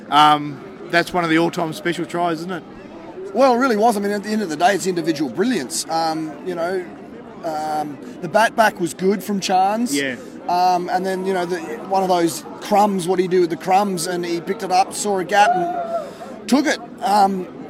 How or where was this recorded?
busy venue